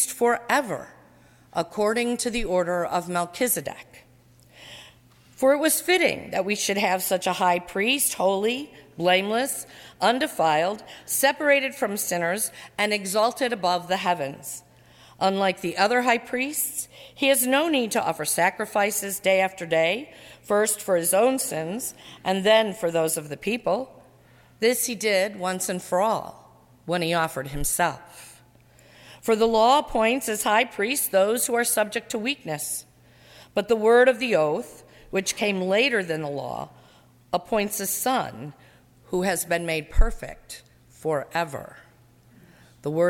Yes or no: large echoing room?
yes